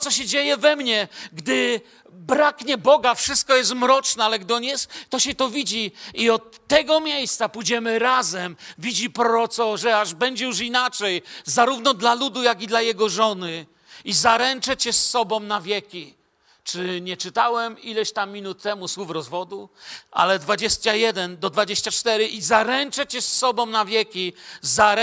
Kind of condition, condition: setting, large echoing room